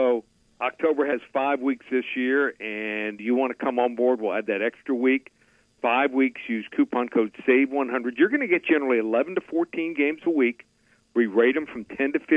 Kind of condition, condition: link, phone line